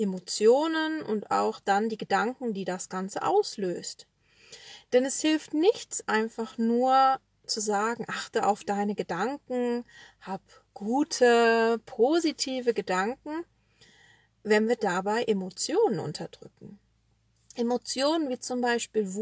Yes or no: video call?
no